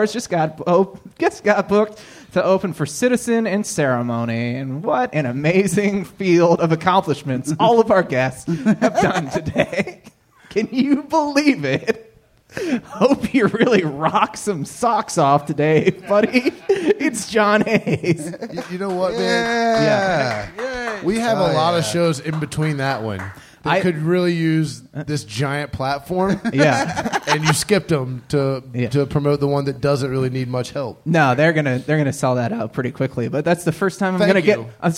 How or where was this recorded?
live audience